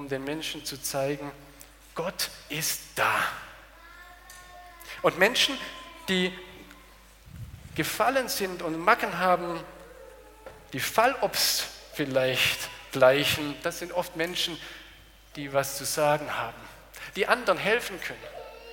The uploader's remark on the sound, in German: aus dem Gottesdienst der Liebenzeller Mission